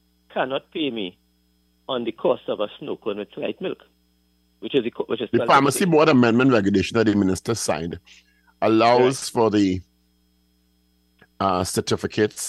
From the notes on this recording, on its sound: During this hour we take calls from our audience